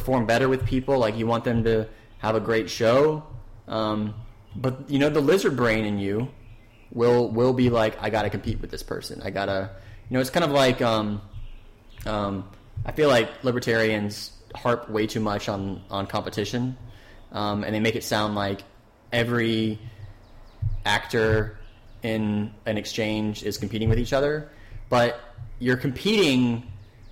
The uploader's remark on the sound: Forgive the echo in the audio. New microphone and live interview gave us some issues.